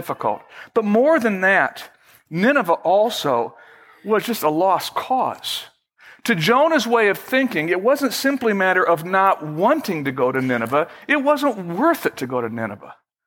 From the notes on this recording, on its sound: Originally recorded on May 8, 2011, at Fellowship Missionary Church, Fort Wayne, IN.